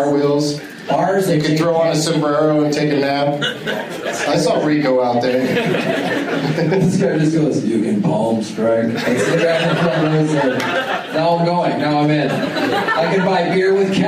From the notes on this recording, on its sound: audience members at Zanies Comedy Club in Rosemont, IL